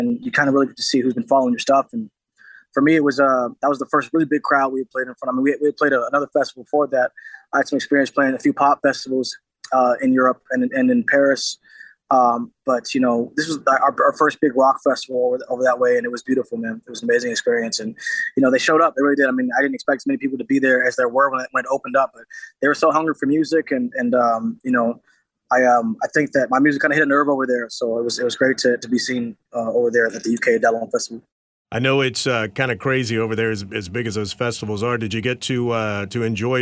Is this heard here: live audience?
no